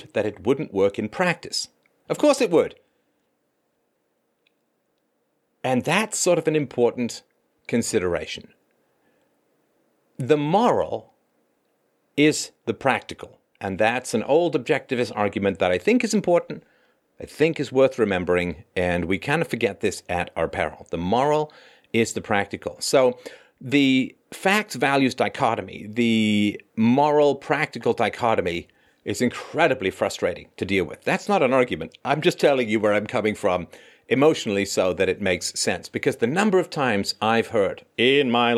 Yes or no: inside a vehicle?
no